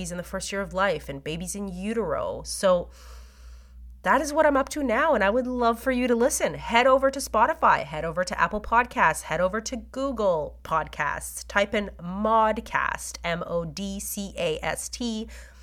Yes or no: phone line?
no